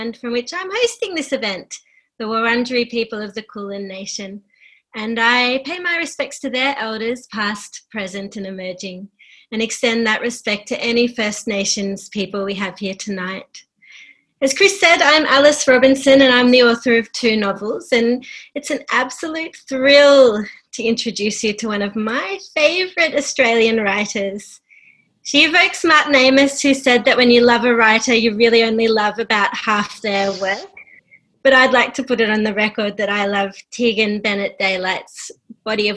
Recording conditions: video call